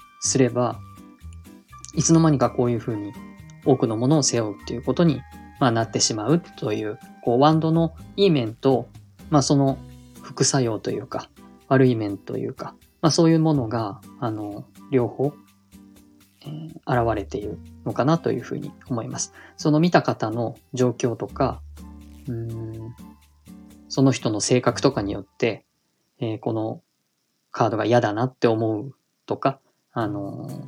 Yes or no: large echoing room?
no